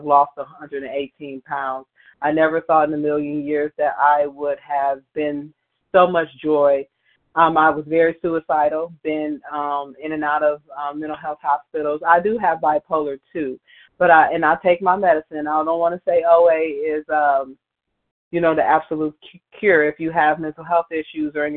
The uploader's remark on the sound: 100 Pounders Phone Meeting, 5/24/23